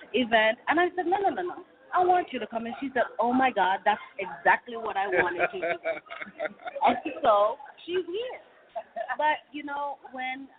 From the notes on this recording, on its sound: We are on location at this year Royalty Conference